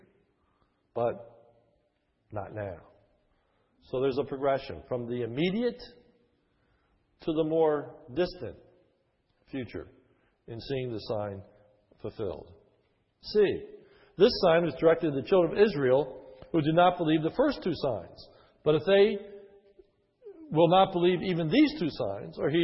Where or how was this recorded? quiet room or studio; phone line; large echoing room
large echoing room